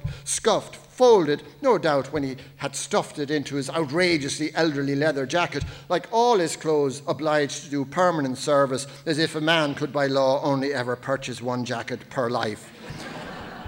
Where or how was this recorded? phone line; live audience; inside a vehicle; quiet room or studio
live audience